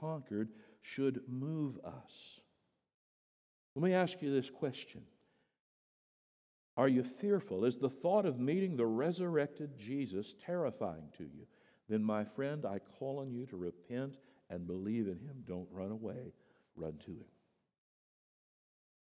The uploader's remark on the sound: The Easter sermon at Boulevard Baptist Church. At the 8:00am service.